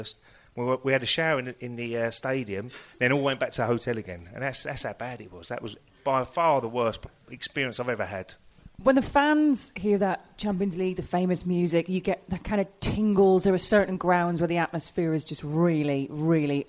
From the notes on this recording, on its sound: LIVE! Q&A. We took the show to another level with a live pubcast recently.